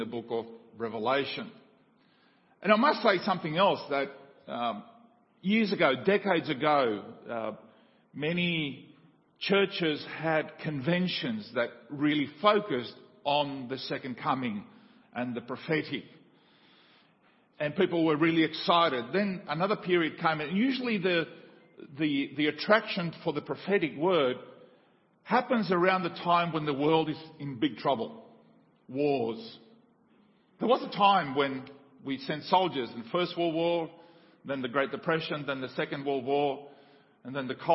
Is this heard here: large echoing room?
yes